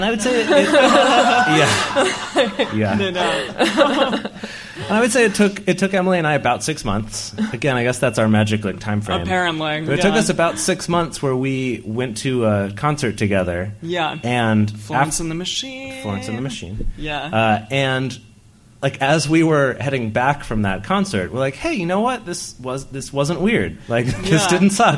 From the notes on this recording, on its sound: This week's episode was recorded during Multiamory's very first stop on their West Coast Tour 2017! Every seat in the house at Octopus Literary Salon in Oakland, California was full.